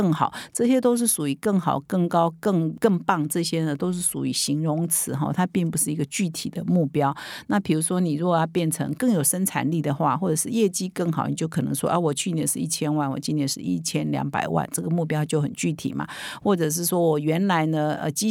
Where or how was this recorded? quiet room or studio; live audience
quiet room or studio